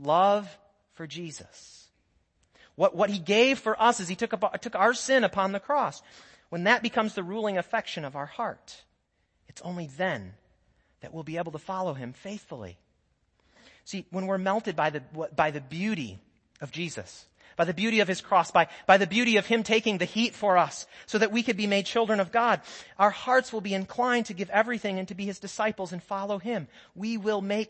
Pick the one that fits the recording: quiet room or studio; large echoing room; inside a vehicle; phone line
large echoing room